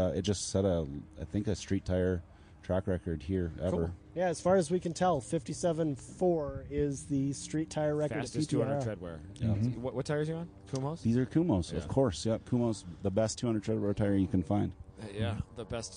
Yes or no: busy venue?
yes